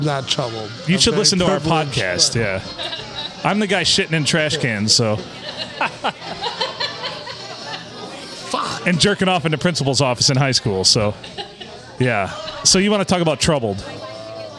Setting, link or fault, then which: setting, busy venue